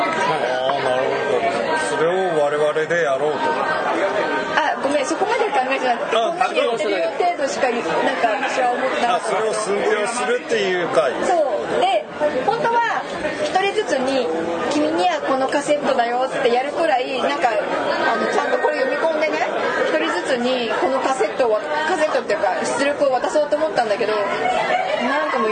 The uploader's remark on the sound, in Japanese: 前回に引き続き居酒屋収録です。